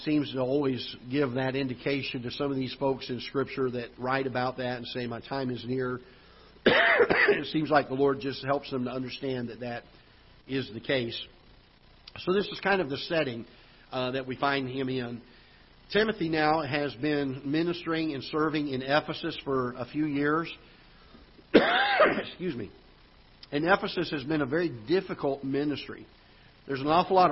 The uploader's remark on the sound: Ketha Heights Baptist Church ~ Live Broadcast